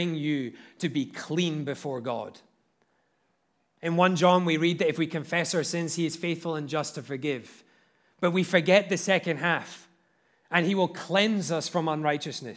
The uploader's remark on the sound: at Liberty Baptist Church in Liberty, Missouri